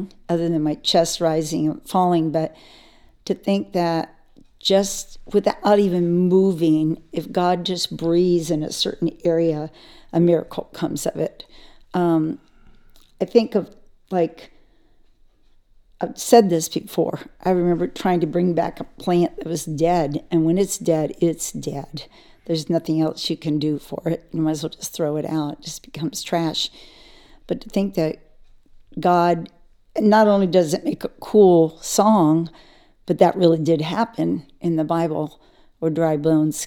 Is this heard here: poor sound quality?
no